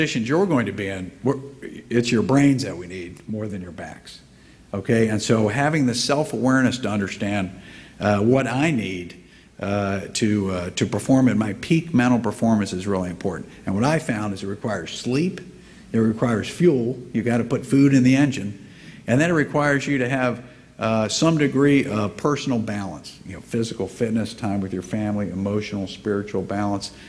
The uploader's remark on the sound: Gave the keynote address at IWP Commencement on May 18. 2019 at the Fairmont Hotel.